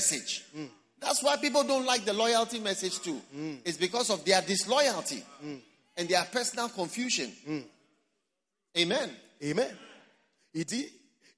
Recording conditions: live audience